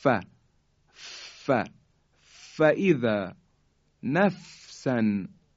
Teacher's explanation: حرف فا، اگر خاطرتون باشه در بخش مخارج حروف گفتیم حرف فا از برخورد دندانهای بالا روی لب پایینه